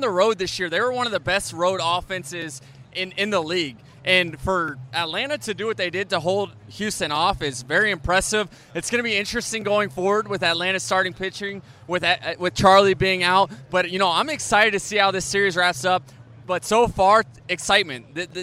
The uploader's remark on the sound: LIVE from Game 3 of the World Series at Truist Park in Atlanta! BRAVES HOME FIELD ATMOSPHERE.